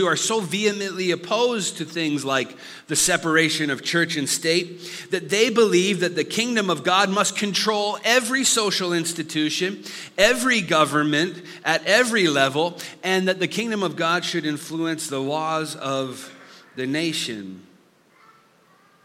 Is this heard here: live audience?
yes